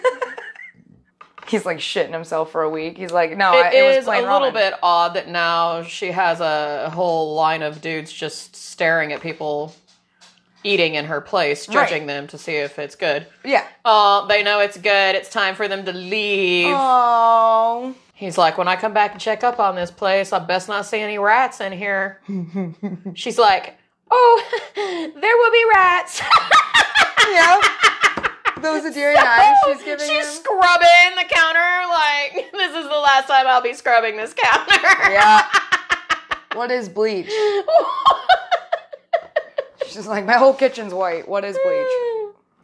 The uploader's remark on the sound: It's in our home kitchen recording while we BOTH cook something special from the movie!